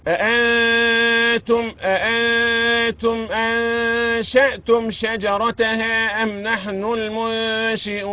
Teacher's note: الهمزتين محققتين هكذا من أقصى الحلق صفة الشدة اللي فيها الجهر الوضوح